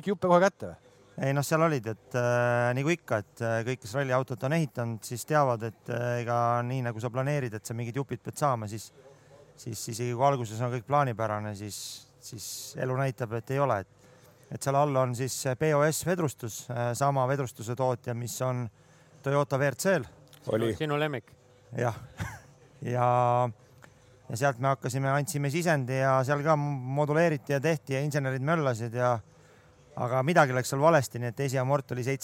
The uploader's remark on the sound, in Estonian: otse sündmuskohast